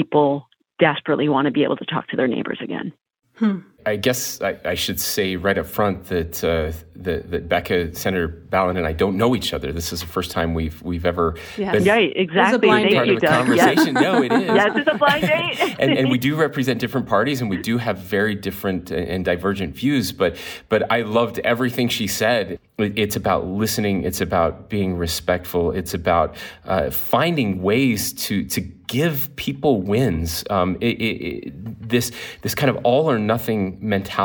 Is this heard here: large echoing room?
no